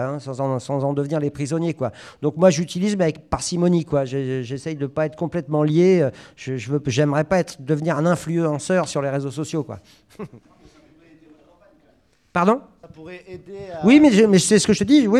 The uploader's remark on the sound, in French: À Prades (Pyrénées Orientales). Il a chaleureusement partagé avec le public présent (plus de 80 personnes).